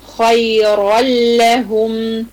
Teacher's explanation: مش هنطق التنوين هنا خالص · Term: ادغام بغير غنة